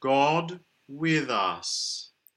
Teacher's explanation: A lovely rounded O is good on God.